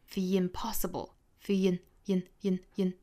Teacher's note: the 的发音跟后面的元音相遇了，那这里面的这个 schwa sound 应该变成一个 e 的元音了 · 再跟后面元音放在一起，要加一个小小的 ye 的发音